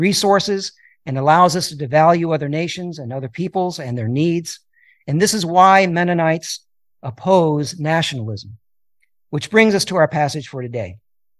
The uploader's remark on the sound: a sermon that I delivered at Pasadena Mennonite Church on September 17, 2023